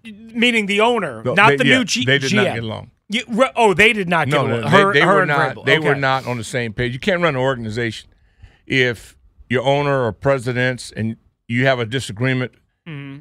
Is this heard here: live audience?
no